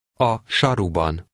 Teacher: putting the stress on the first syllable of the second word